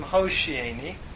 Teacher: the vav, preceded by the pathak, became a long O. And so how shieni became hoshieni.